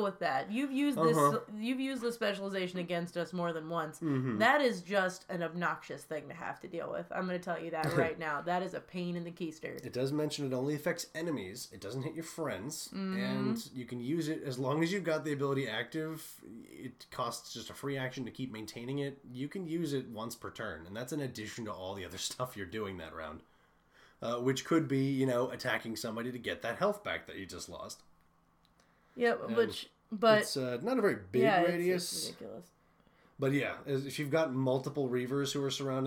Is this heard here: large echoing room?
no